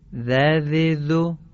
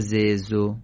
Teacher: زال نوک زبانی نازکه، ز معمولیه